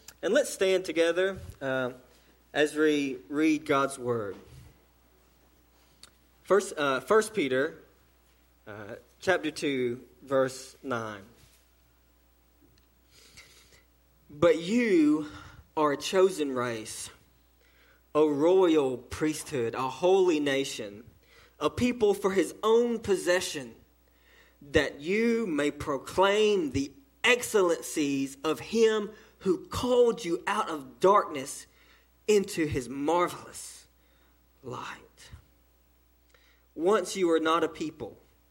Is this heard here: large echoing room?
yes